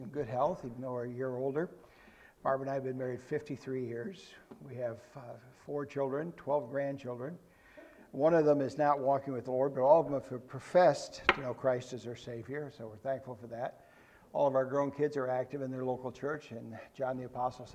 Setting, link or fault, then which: setting, large echoing room